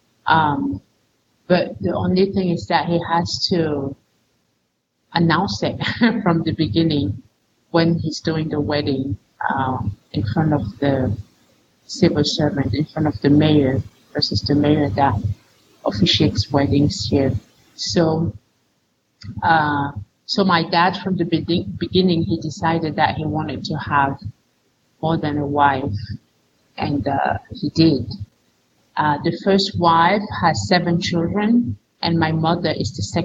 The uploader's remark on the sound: Yes, this week’s audio and video quality is not as high as it sometimes is. It happens, and it’s outside of our control. All the way from Cameroon.